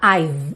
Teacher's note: o E do I've não aparece mesmo, tá? I've, você encerra o som no V.